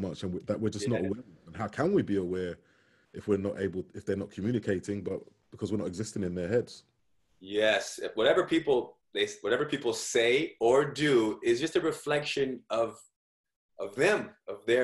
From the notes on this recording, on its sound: From Live Private Zoom Session